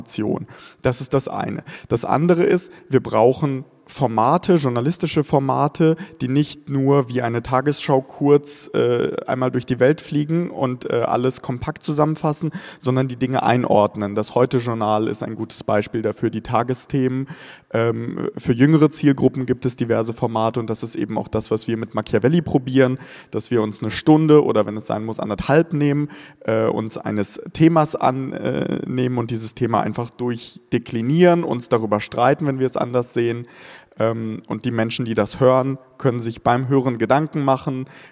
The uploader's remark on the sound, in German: Live vom FAQ Bregenzerwald 2021